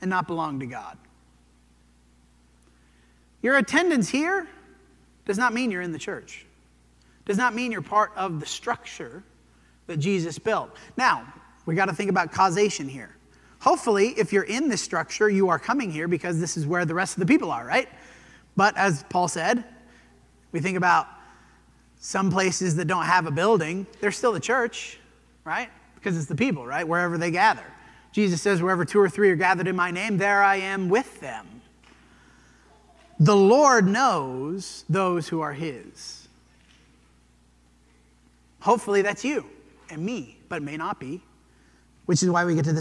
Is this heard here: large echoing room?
yes